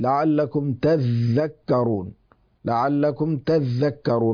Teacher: أدغمت التاء في الذال لقرب المخرج